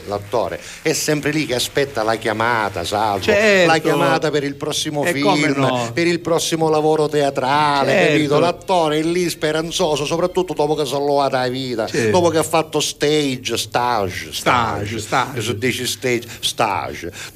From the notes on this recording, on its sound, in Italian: Live da Allakatalla